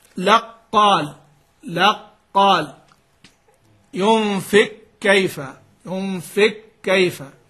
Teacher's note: إذن القاف تدغم في الكاف والكاف تدغم في القاف، يعني يدغم في بعض سواء تقدم القاف أو الكاف